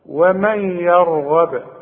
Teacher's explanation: انا قلقلت الباء هي مضمومة بس انا وقفت فلازم اقلقلها